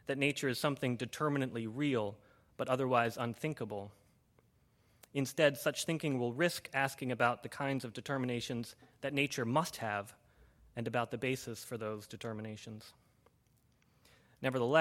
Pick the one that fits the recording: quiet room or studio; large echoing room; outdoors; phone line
large echoing room